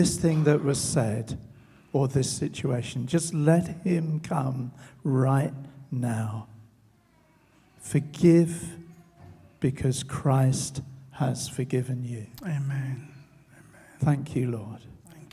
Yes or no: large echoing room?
yes